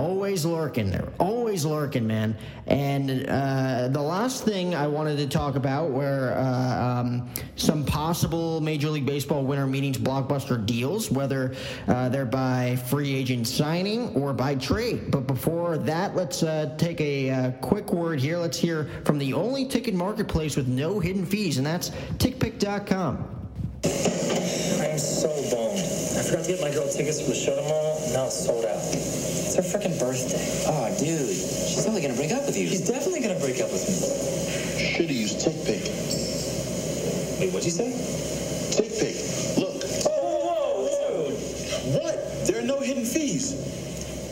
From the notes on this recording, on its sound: The 2019 MLB Winter Meetings LIVE from San Diego at The Hyatt.